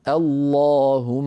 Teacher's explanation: نبدأ اللهم بهمزة مفتوحة هي همزة الوصل وبعدها لام مشددة مفخمة، لأن اللهم تعامل معاملة الله من حيث التفخيم والترقيق.